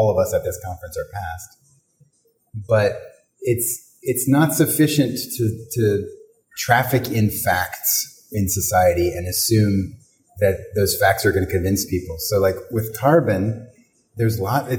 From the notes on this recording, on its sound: recorded at the PhiusCon 2023